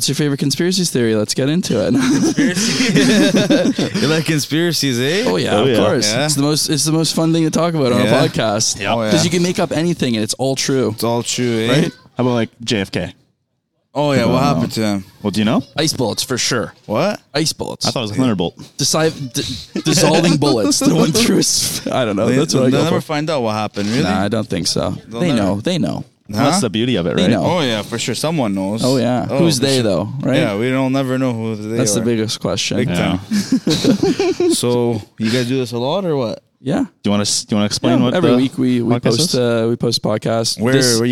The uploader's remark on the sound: Live on BC Ferries with Guests. Record their first bonus episode on the BC Ferries.